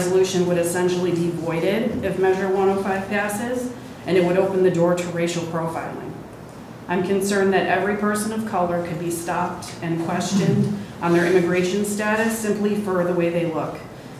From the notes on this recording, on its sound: Live recording of Astoria City Council Meeting